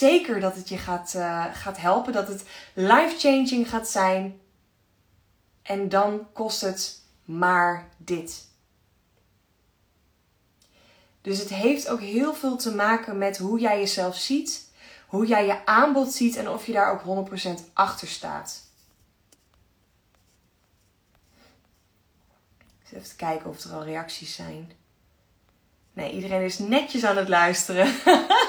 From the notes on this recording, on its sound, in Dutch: Insta live opname. Luister deze Insta live terug.